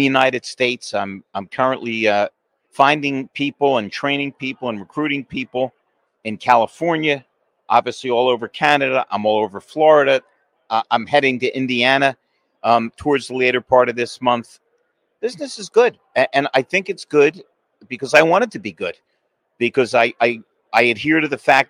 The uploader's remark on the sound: Live From Driving Sales